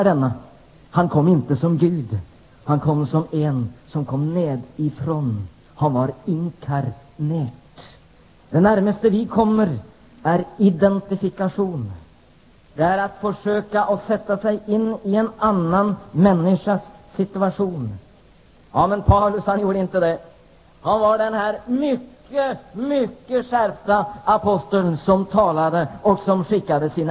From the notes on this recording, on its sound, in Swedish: Inspelad vid kvällsmötet vid Nyhemsveckan i Mullsjö 16 juni 1994.